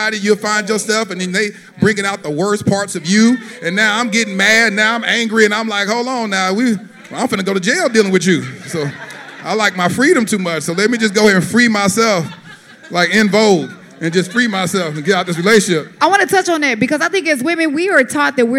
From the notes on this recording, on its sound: Recorded at the Self Love Soirée.